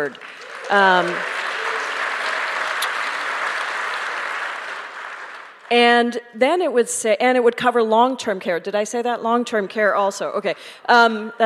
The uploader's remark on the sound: Presented by Town Hall Seattle . Recorded live in The Great Hall.